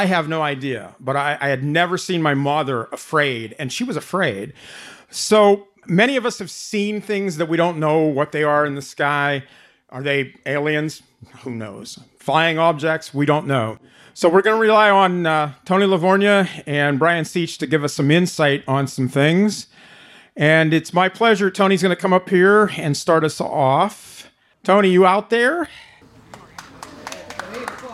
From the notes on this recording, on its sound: We go on-location to New Galilee, Pennsylvania to cover the 2021 Pig Lady of Cannelton Fall Folklore Festival. Recorded before a live audience. At the community fair grounds in New Galilee, Pennsylvania.